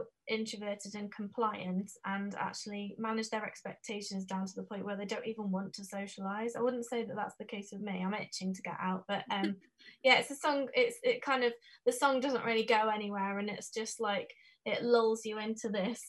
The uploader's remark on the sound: All happening over Zoom.